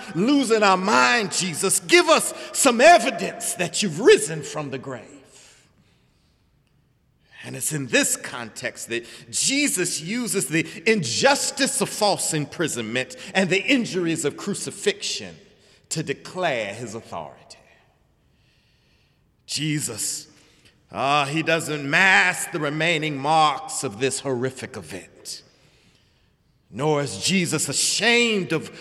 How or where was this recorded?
large echoing room